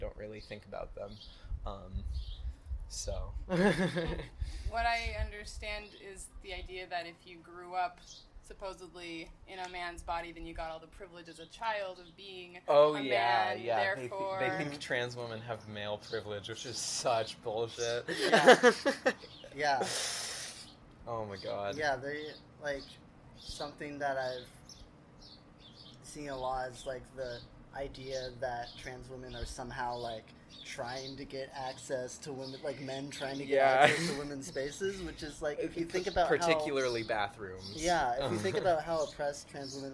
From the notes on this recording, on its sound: This was outside and I don't know how to edit, so unless you are a big fan of wind and trains I would be mindful about using headphones.